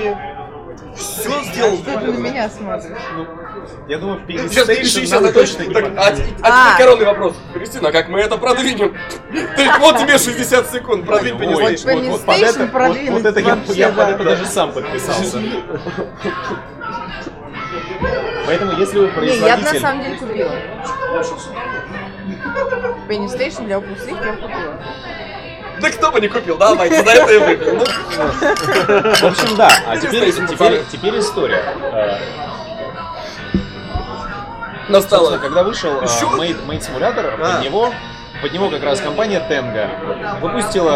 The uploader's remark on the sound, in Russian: Признаемся честно, в этот раз нам не очень повезло с местом, в котором мы записывались